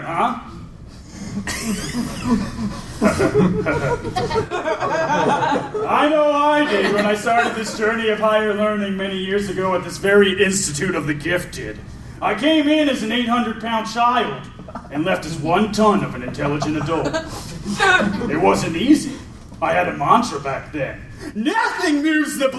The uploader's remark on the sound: Live at Project Comic-Con, St. Louis. As it happens I recorded the show.